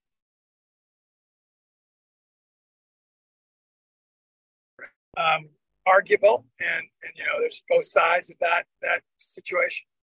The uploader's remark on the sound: Drives along the winding roads as he speaks to the audience. The scenery transitions from suburban landscapes to the beauty of nature.